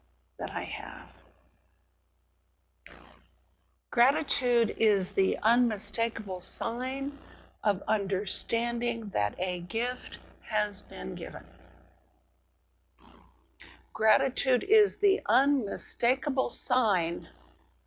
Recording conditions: large echoing room